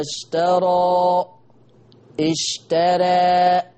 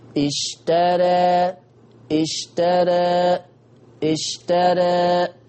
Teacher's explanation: الفتحة تخف شوية، واتجاه الفتح بتاعي يبقى فيه نحول، يجي بالأفقي ما يجيش عمودي · Shown in: second take · Term: تقليل